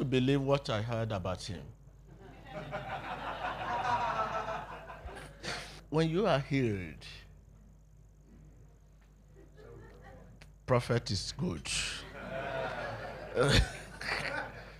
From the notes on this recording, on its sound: addresses a group of international visitors to The SCOAN